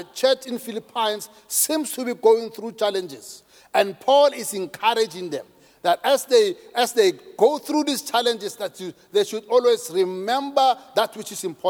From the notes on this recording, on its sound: preached at Grace Bible Church Pimville on the 09th of October 2022 at the 07am Service